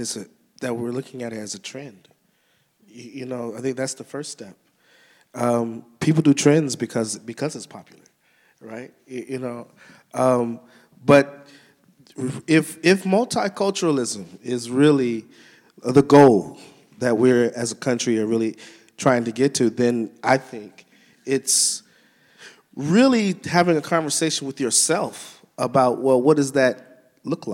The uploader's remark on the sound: We hosted the latest installment of World of the Play: Los Otros, a panel discussion that took place last Saturday at Everyman Theatre.